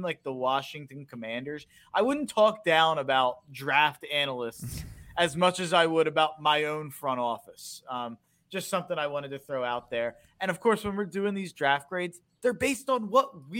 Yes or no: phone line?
no